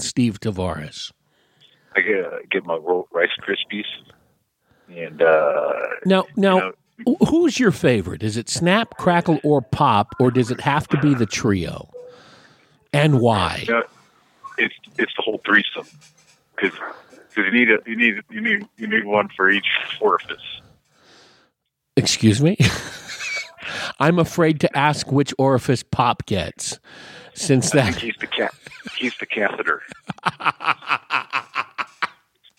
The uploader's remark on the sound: talks over the phone line